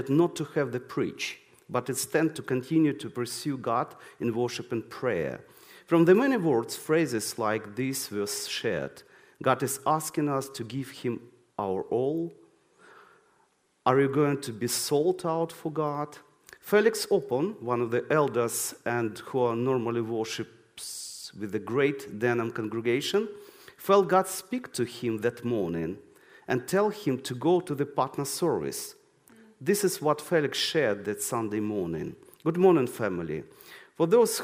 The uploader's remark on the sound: This sermon was recorded on Sunday 7th May 2023 at our Putnoe venue.